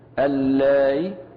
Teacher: اللائي رواها ورش رحمه الله بهمزة مسهلة بدون ياء